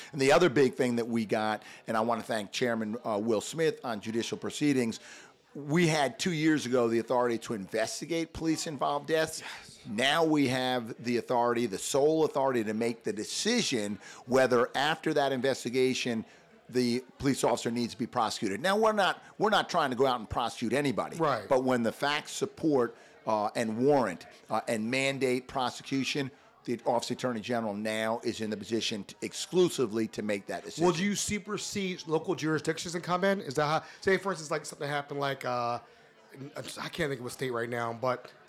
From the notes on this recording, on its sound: NoPixAfterDark Live at SINE DIE 2023. NoPixAfterDark was invited by the Bellamy Genn Group to set up shop and do live interviews during their annual SINE DIE Celebration.